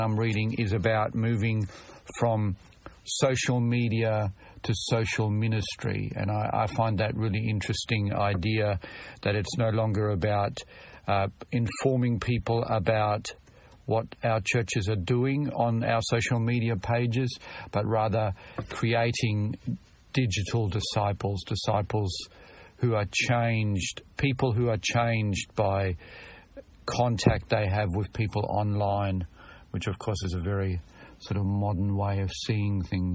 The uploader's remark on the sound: Very brief episode from the car - sorry about the audio.